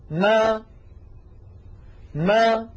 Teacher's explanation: بداية الميم المتحركة شفتان ملتصقتان ثم تبتعدان